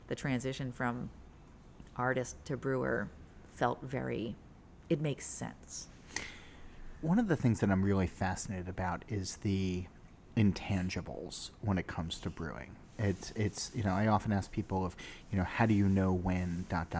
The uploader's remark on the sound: The interview was recorded at the new brewery and taproom, just hours before it officially opened to the public.